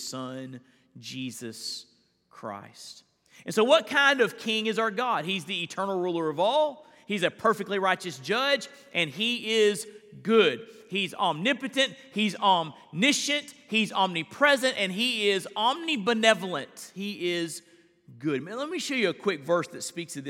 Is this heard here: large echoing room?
yes